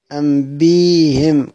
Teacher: أنبئهم في سورة البقرة، مش هيقول أنبيهم، لأن لو بدلنا كلمة الهمزة، لو بدلنا الهمزة هنبدلها ياء، لأنها بتبدل من جنس ما قبلها · Term: إبدال الهمز